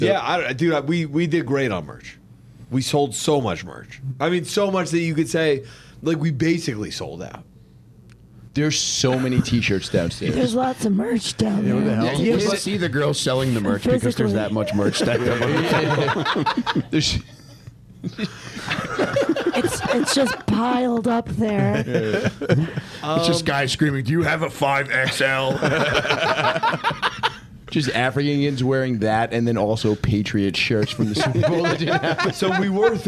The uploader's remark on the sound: Live From Skankfest